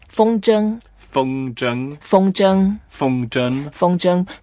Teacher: Both are first tone, so we can make it flat.